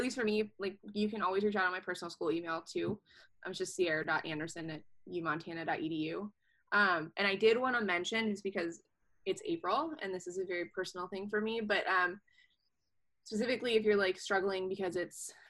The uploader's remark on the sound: over zoom